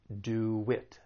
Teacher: we're going to add a slight W sound between do and it. Do it. This allows us to link those two vowel sounds together. · Term: intrusion